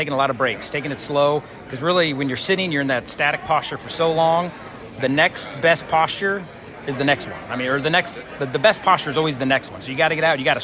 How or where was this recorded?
busy venue